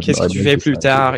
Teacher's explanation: In French, it's kind of flat, really flat.